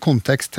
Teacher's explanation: du kan si kontekst høres utrolig framtungt ut